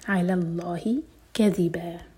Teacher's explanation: आयन और लाम को लाइट रखें, लाम जलाल हैवी, अलल्लाही कज़िबा, बा पर फतहा की तनवीन, तो यहाँ पर